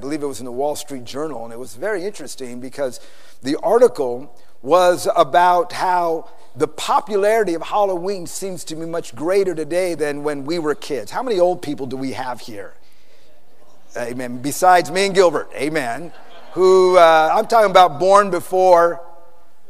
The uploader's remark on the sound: PREACHED IN SAN ANTONIO TX 2011